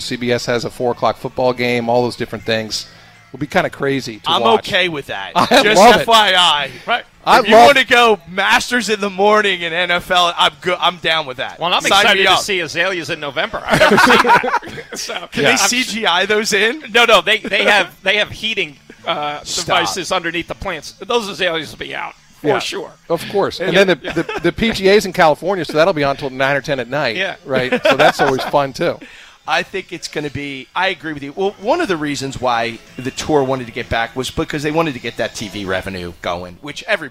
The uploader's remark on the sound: It's the first show of the 2020 season live from Independence Golf Club